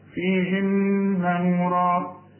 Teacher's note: النون غنها لأنها مشددة